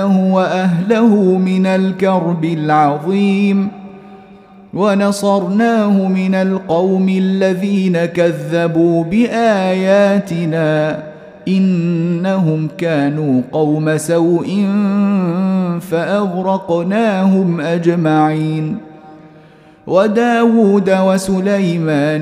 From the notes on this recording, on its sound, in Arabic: مسجل من صلاة التراويح بمسجد السلام بحي مشرفة بجدة.